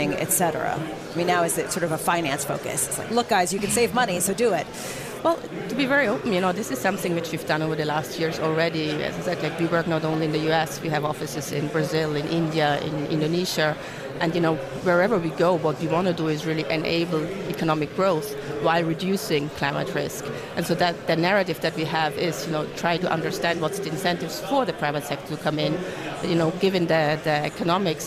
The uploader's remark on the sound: Live from the 2017 Future of Energy Summit